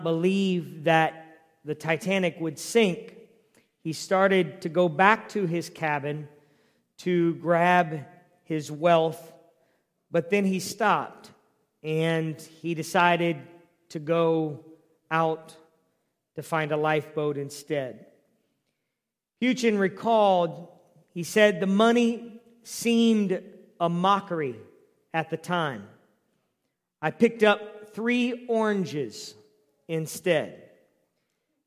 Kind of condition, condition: setting, large echoing room